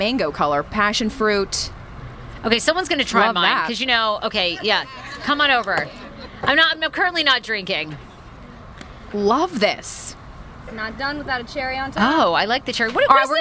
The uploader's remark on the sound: On Friday night we teamed up with our sponsor Park Potomac and did a live podcast in their courtyard!